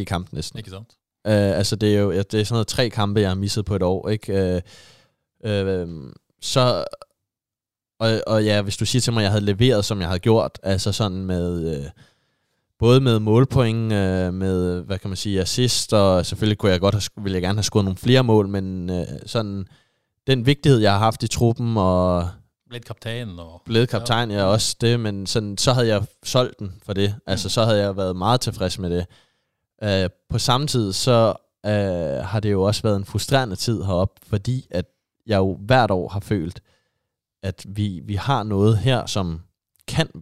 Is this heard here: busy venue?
no